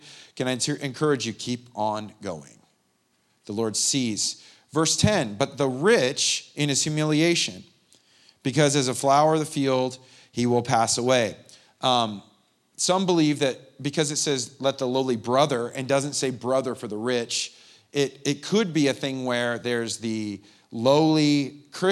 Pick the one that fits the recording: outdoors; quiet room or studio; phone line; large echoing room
large echoing room